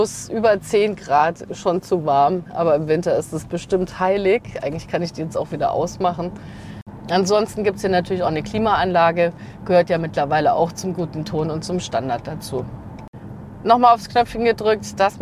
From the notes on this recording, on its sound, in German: Auf einer Live-Audiofahrt mit dem Mitsubishi ASX. Unterwegs trifft sie auch andere Reisende und fragt nach den aktuellen Mobilitätspräferenzen in Deutschland.